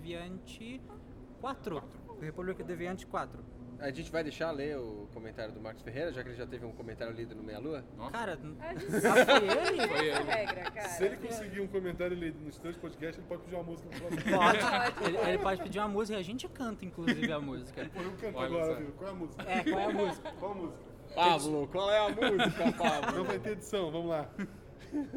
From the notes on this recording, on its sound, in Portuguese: Gravamos diretamente da CCXP &#8211; e não editamos quase nada, ou seja, não nos responsabilizamos por conversas paralelas. Gravamos diretamente da CCXP – e não editamos quase nada, ou seja, não nos responsabilizamos por conversas paralelas ou músicas de Pokémon no fundo.